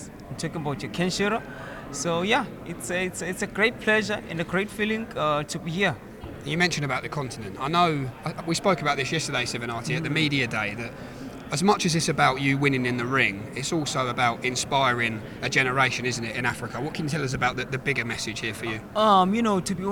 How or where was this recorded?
busy venue